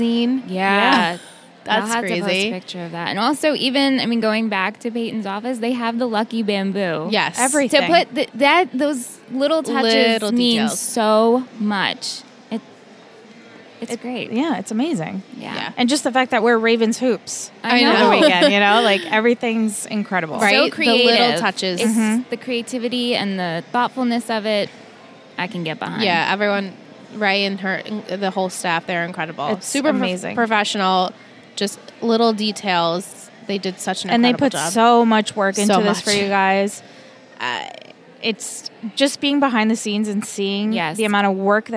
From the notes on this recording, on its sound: Recorded LIVE from TRIC.